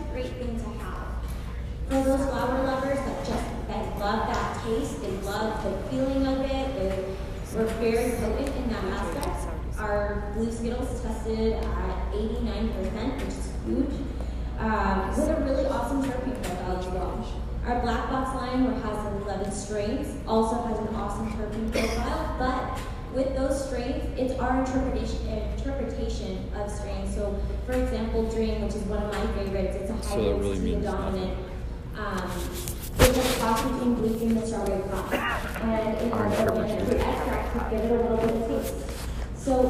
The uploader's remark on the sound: Raw audio from some of the cannabis industry's leaders at the Culture &amp; Cannabis vendor mixer. Raw audio from some of the cannabis industry's leaders at the Culture & Cannabis vendor mixer.